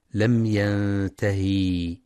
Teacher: يخطئ من يقرأ لم ينتهي بمد الهاء، لم ينتهي، والصواب كسرها فقط.